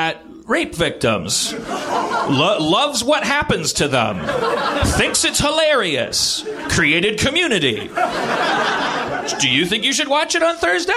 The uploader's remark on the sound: The room is packed with Communicon fans